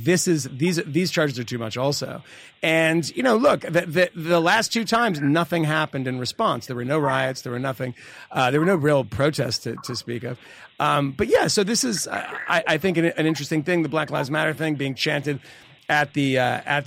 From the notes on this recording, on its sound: Phones in from the convention floor in Philadelphia.